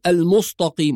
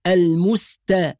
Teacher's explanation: ثم نأتي لكلمة المستقيم، وبعض القراء يحول فيها السين إلى صاد والتاء إلى طاء، يفخم السين ويفخم التاء فيقول المستقيم، وهذا خطأ، والصواب أن السين والتاء حروف مرققة · Shown in: second take · فتقرأ المستا، يبقى لا نجعل القاف المفخمة تؤثر على السين والتاء المرققة.